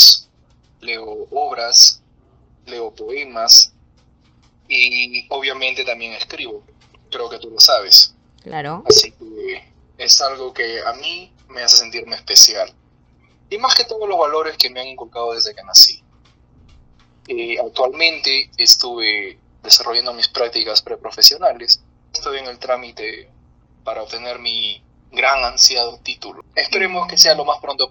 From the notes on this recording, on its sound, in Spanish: Un podcast que no tiene el mejor audio.